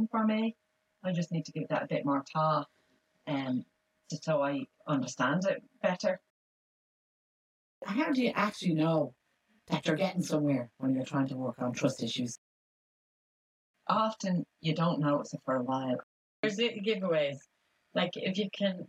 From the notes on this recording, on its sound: Apologies for the poor sound quality had some technical difficulties.